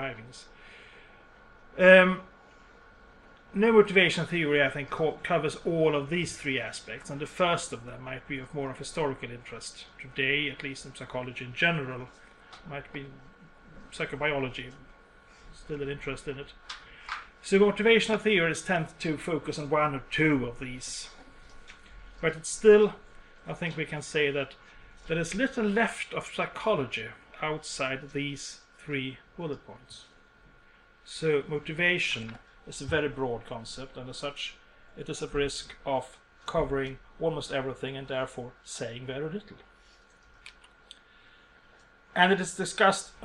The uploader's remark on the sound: University of Borås, Sweden. Speaks at SRHE Joint Network Event.